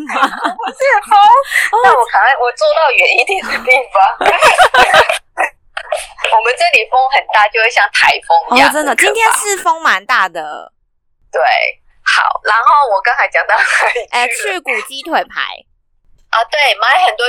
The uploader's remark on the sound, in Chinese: 本集音質小不佳